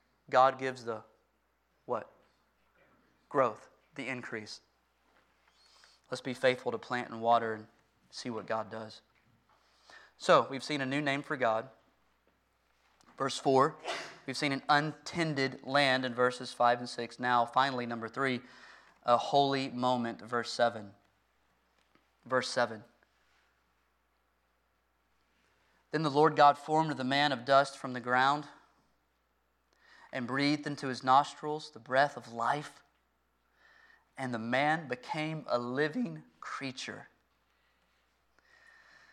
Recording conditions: large echoing room